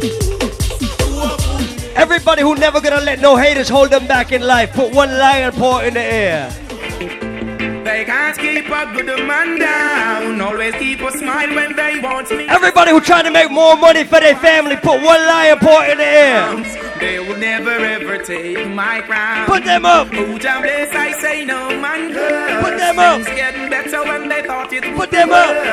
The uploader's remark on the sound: LIVE IN RI. LIVE AT ISLAND SATURDAYS IN PROVIDENCE, RI.